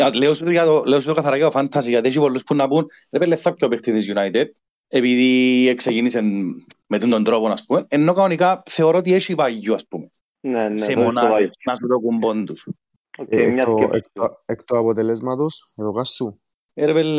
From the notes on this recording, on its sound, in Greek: Live συζήτηση στο Discord του FPL CYPRUS